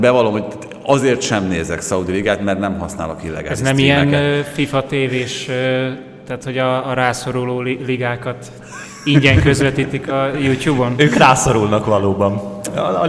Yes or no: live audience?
yes